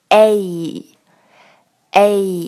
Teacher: 就是要把这两个元音的滑动，从元音 A 滑动到元音 E，这个滑动感非常地明显 · Term: 双语音